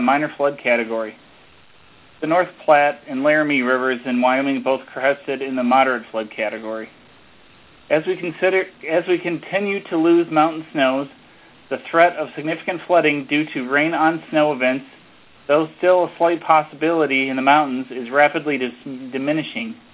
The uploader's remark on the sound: Army Corps of Engineers Missouri River Basin Water Management Division hosted conference call Tuesday, 10 June.